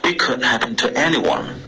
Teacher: Anyone 结尾的 n 你顶了舌尖，可是你顶舌尖前出了一点点微妙的后鼻音